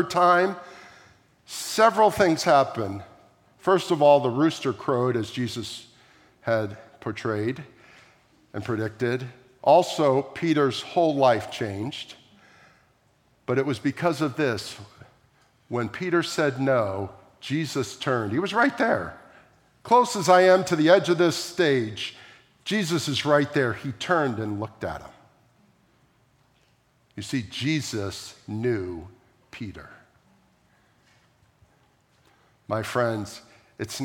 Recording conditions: large echoing room